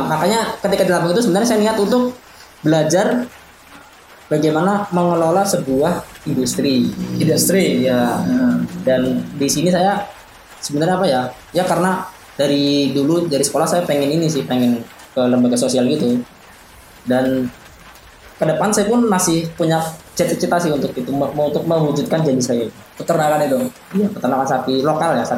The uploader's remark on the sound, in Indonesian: maap audionya ga terlalu renyah, karena record pake HP jadi ga kriyuk walaupun udah diedit